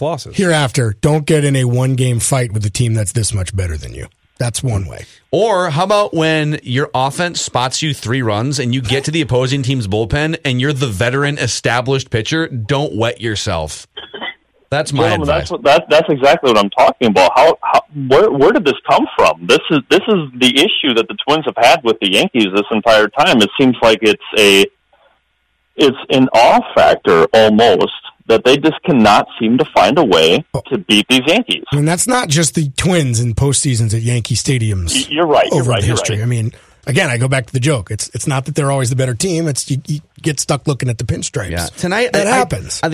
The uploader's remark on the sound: BONUS: Twins Wrap post-game show after loss to Yankees. Take phone calls and react.